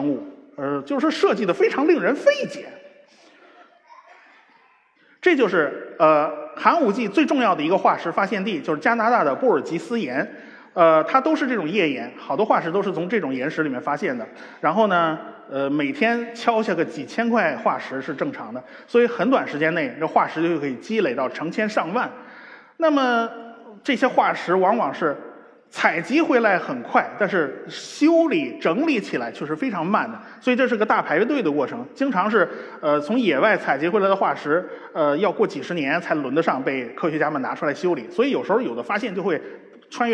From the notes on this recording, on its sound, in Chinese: 在绍兴大剧院举办的《理性的力量》科普演讲会如约而至。一千多位观众到现场参与了这次活动，整个会场都坐的满满的，台下黑压压的坐了一大片。当我容出空来好好整理一下整场活动的录音的时候，我才发现，耳机里听到的缺陷远比我估计的要多得多。这不是在自己窝里，可以从容不迫的录音，还可以后期剪辑。绍兴活动现场。